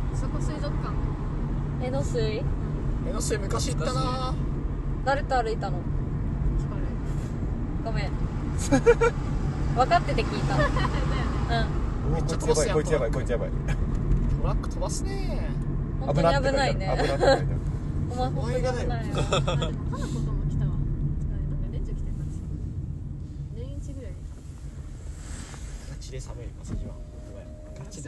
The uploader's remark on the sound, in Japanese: 立ち上げメンバードライブラジオ④ 〜江ノ島編〜。収録中は常時マスクを着用しております。